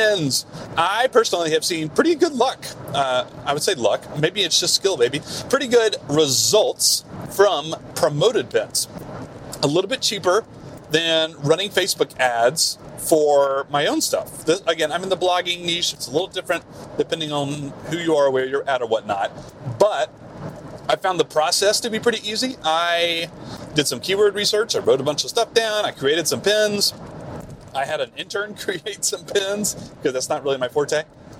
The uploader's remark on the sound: BONUS CarCast. Apologies in advance for the bad audio quality. This was recorded in a car.